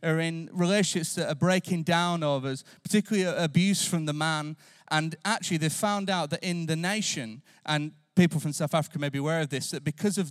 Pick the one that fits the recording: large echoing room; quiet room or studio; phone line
large echoing room